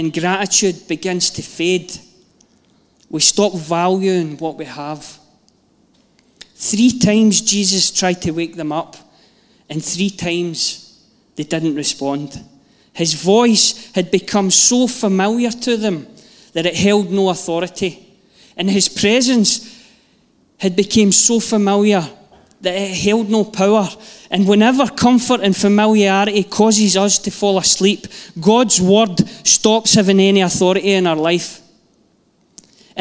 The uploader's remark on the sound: Live from our Sunday gathering 18/09/22